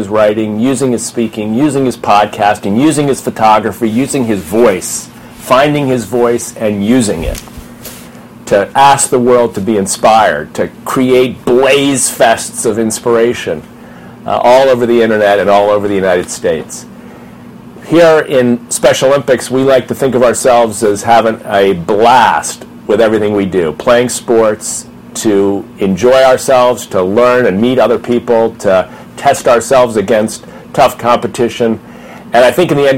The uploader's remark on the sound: podcasting live from Armand's Pizzeria in LaGrange